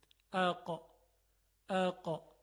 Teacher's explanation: همون جایی که زبان کوچک قرار داره، یعنی در نزدیکی زبان کوچک انتهای زبان میره برخورد میکنه به سقف دهان که نرم کامه، یعنی قسمتی که خیلی هم نرم و انعطاف پذیره. · در تلفظ قاف انتهای زبان که همون اقصى لسان هست میره بالا، برخورد میکنه به سقف دهان که مقابلش هست · Term: حرف قاف